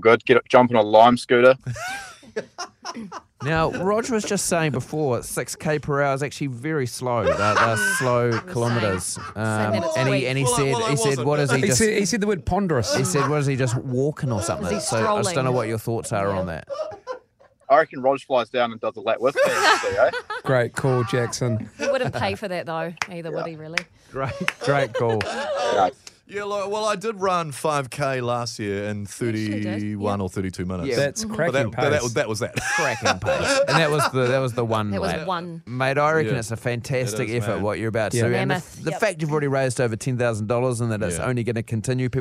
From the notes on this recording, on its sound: We are joined on the phone